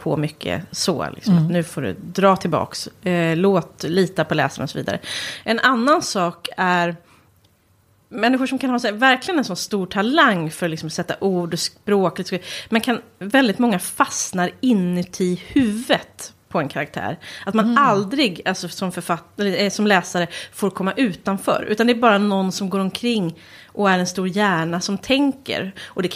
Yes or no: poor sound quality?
no